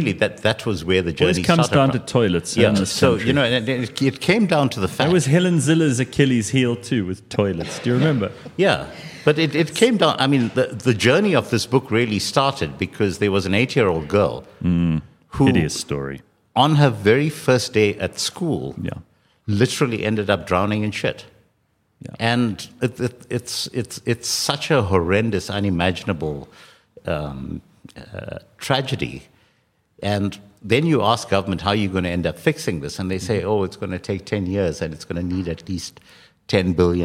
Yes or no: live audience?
yes